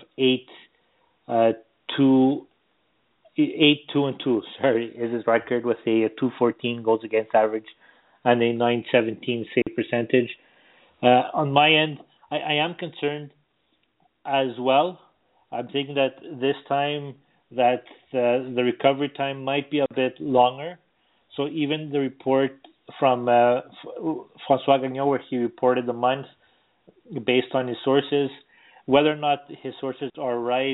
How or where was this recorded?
phone line